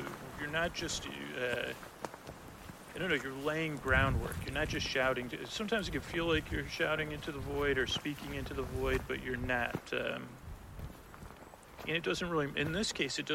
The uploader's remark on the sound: Forest Walk Live. With sound design and music.